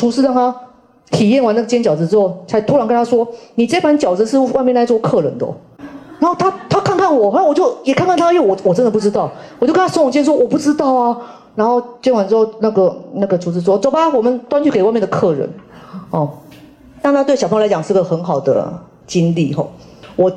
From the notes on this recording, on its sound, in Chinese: 人文讀書會現場錄音